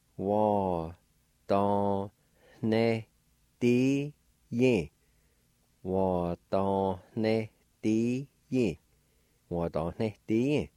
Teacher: with the N, it will be a nasalized sound or a faint H sound right before it